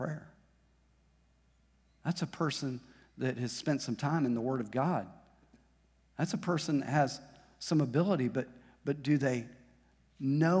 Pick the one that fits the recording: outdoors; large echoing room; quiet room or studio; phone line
large echoing room